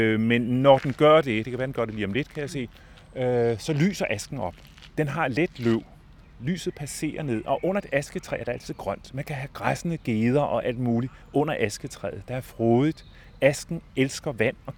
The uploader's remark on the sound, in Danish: Fornem stemningen på Bloom i Søndermarken med den første officielle podcast fra natur- og videnskabsfestivalen.